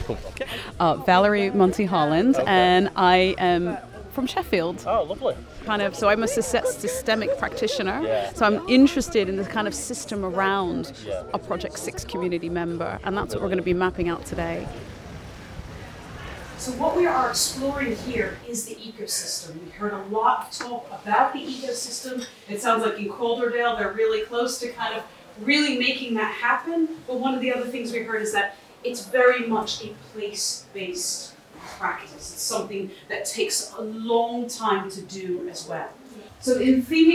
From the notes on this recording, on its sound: Recorded at the Project 6 Ideas Conference 2023. Listen to a snapshot of the day including conversations, views and ideas shared across the conference.